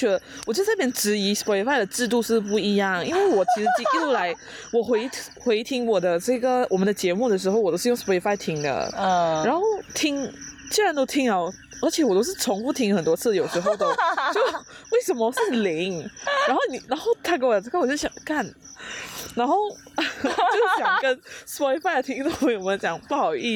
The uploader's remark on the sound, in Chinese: 那天的野外录音。我们在去露营的行程里，就在帐篷外面，架起麦克风就这么录音了。大家有没有听到很疗愈的大自然背景音呢。很好听的大自然ASMR就是我们这一集的背景音乐。非常的舒服，在野外徐徐凉风，还有满天的星空底下录音，真的是很特别的一个经历。